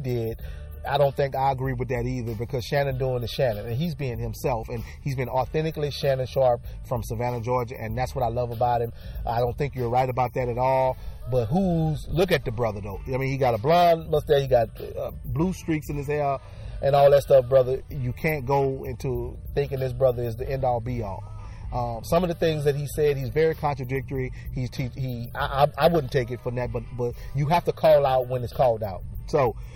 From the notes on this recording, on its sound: takes the show outside for a broadcast